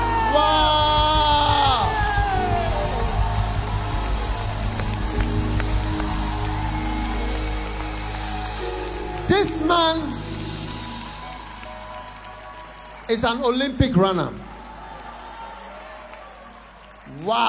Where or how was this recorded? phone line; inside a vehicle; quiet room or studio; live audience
live audience